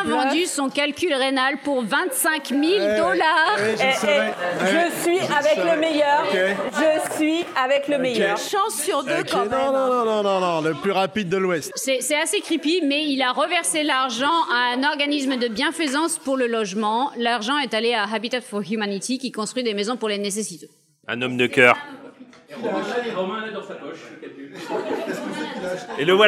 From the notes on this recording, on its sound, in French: Podcast enregistré au FROG RÉVOLUTION à Paris Bastille. Podcast enregistré au FROG RÉVOLUTION à Paris Bastille.